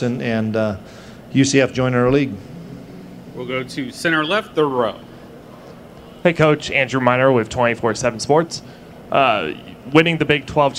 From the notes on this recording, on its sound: press conference at Big 12 Football Media Days